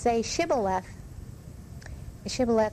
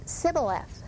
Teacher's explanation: the Ephraimites had dropped off the SH sound and replaced it with just an S · Shown in: second take